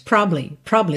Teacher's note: Eu só tenho espaço para duas sílabas, tá? E essa é uma palavra que permite essa redução